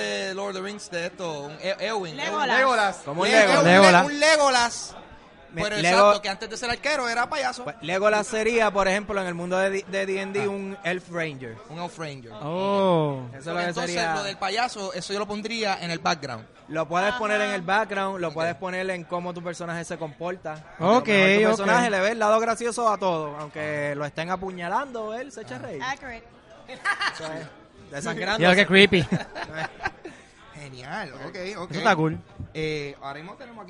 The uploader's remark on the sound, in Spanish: Fue grabado ¡EN VIVO! Desde la tienda Gaming Zone en Plaza las Americas.